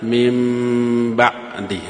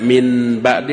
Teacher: nun mati menghadapi huruf ba, disebutnya apa? Iqlab. Si nunnya berubah menjadi apa? Mim · Shown in: first take